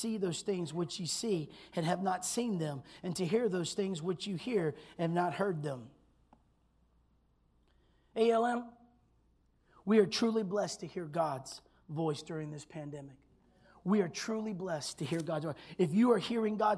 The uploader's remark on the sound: this was recorded on Sunday at Abundant Living Ministries